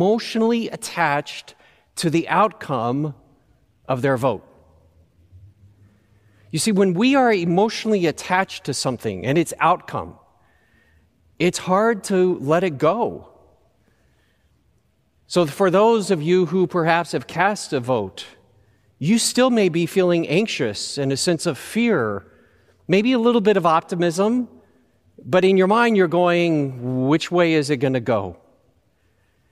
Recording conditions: large echoing room